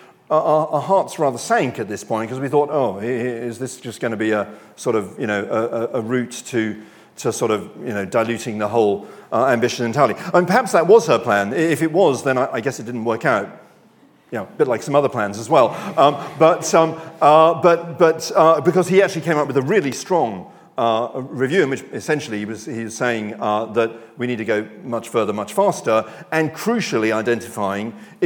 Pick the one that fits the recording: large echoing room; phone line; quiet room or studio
large echoing room